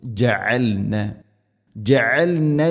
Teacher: ജഅൽന ഐൻ തൊണ്ടയുടെ മധ്യഭാഗം